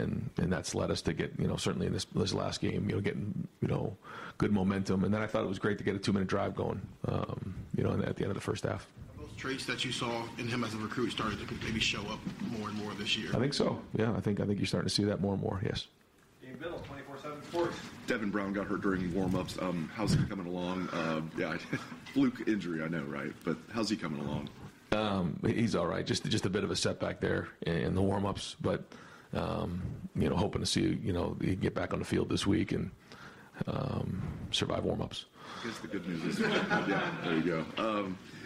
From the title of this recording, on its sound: Tuesday Press Conference